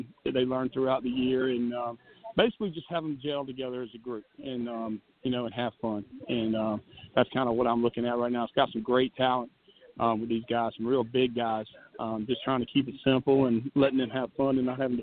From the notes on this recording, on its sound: Live from practice 1 at the Junior Bowl Showcase in Columbia SC with the elite 88 juniors in the Palmetto State. With interviews and live updates we got you covered.